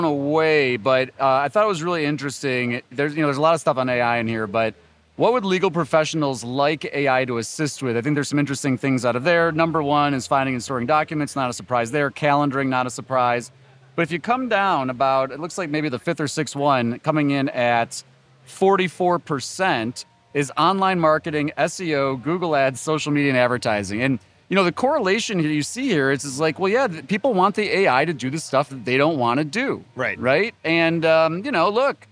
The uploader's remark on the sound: Live from Clio Cloud Conference